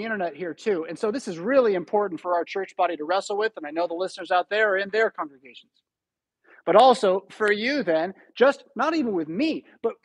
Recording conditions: large echoing room